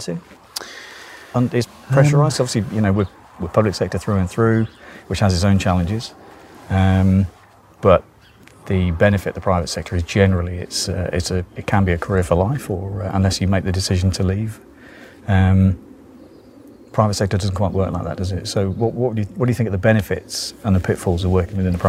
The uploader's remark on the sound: This was recorded in Autumn in my back garden, so you may hear birds and voices in the background.